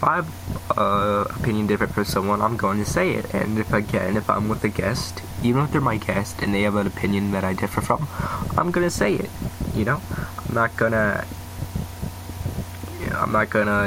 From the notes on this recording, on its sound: I will fix the background noise by next episode.